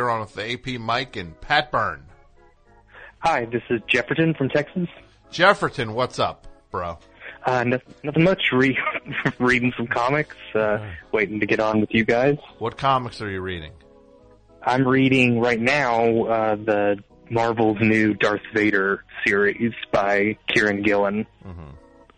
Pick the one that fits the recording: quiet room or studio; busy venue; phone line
phone line